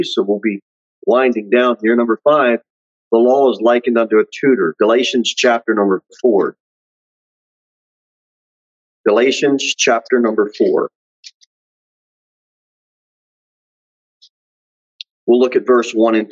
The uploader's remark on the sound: Sermon delivered at Pilgrim Baptist Church on Thursday, January 26, 2023, at 6:15 pm. Jere Whitson Rd. Pilgrim Baptist Church is a bible-believing, independent Baptist church.